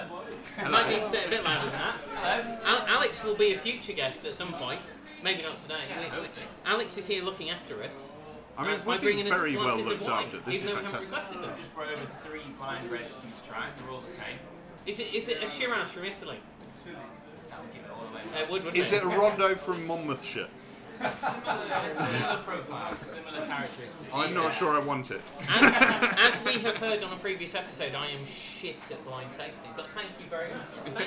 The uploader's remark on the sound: To The People's Republic Of Islington they were welcomed, and with huge thanks to The Sampler, allowed to record in situ. In front of a live studio audience.